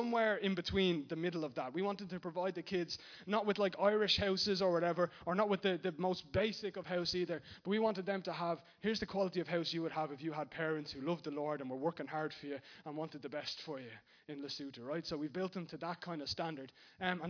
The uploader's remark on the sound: Recorded live in Liberty Church on 12th May 2019